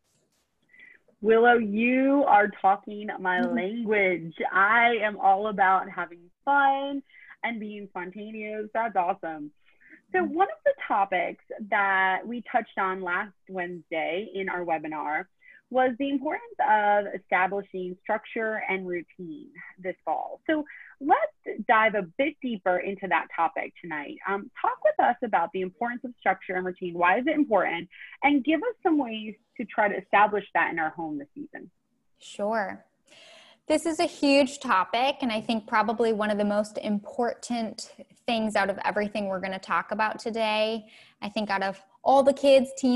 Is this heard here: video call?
yes